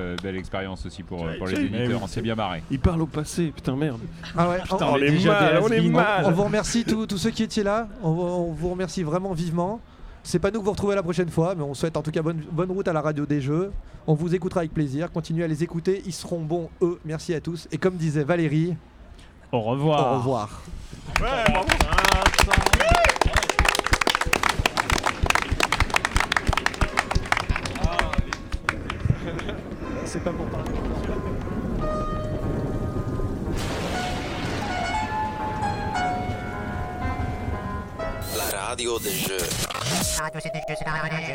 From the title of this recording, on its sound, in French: en direct de Paris est Ludique